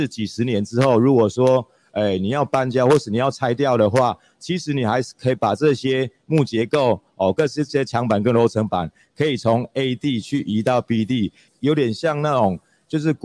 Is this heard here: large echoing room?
no